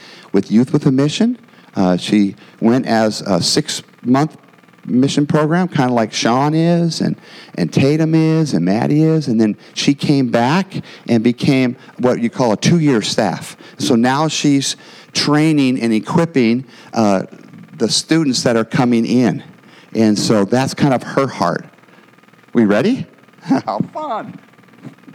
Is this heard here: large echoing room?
yes